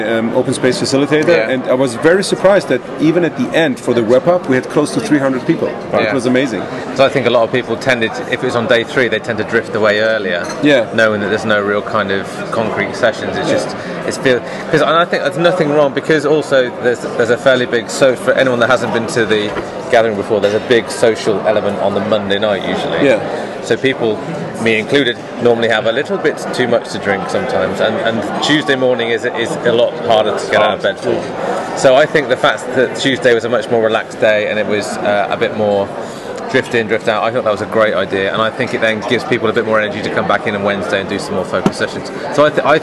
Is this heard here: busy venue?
yes